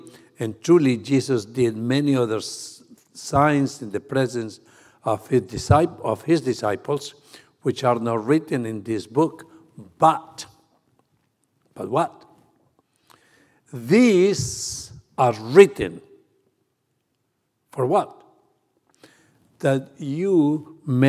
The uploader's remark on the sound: 28th Annual World Missions Conference: November 3-5, 2023 | November 5, 2023 Morning Worship